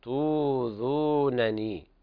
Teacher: قرأ ورش بإبدال الهمز الساكن حرف مد من جنس حركة ما قبلها، فتبدل الهمزة واوا مدية